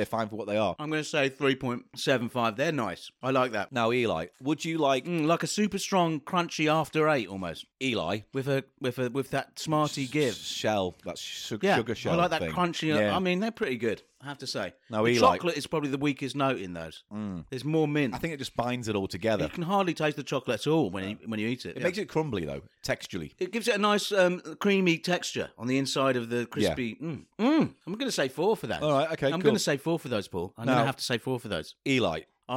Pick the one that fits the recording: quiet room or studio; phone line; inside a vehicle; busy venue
quiet room or studio